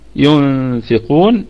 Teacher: والنون ساكنة أتى بعدها حرف الفاء فحكمها إخفاء حقيقي بغنة، وغنة الإخفاء هنا تكون مرققة لأن حرف الفاء من حروف الاستفال، فالغنة تفقم وترقق على حسب الحرف الذي يأتي بعدها أو الذي تخفى فيه الميم الساكنة أو التنوين، فإن كان حرف استعلاء تفخم الغنة، وإن كان حرف مستفل تستفل الغنة أو ترقق الغنة.